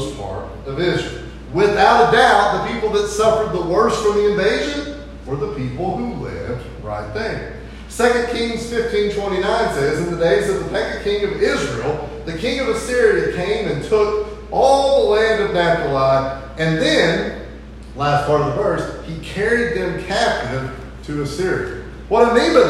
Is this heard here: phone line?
no